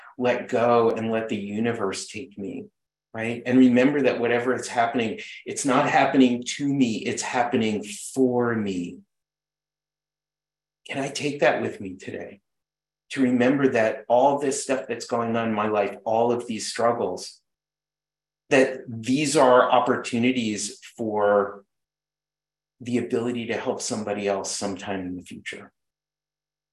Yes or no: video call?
yes